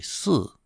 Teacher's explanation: But in the south of China, they couldn't say sure. They would always say si.